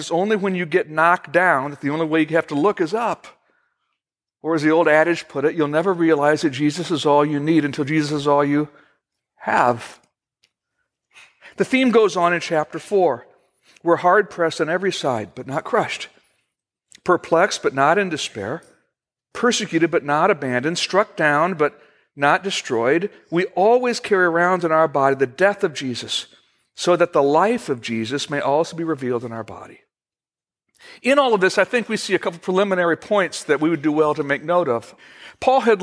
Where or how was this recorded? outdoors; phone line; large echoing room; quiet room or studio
large echoing room